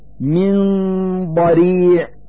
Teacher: نلفظ النون الساكنة من كلمة من مخرج الضاد من كلمة ضريع، فنقول من ضريع مع إظهار الغنة التي هي الدليل على وجود النون الساكنة.